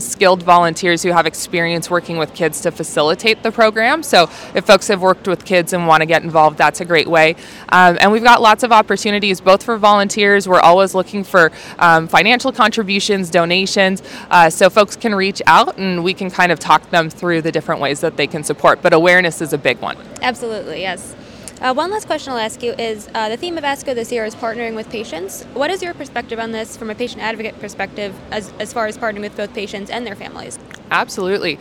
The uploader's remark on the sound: Listen in to this podcast recorded live at the 2023 American Society of Clinical Oncology (ASCO) Annual Meeting.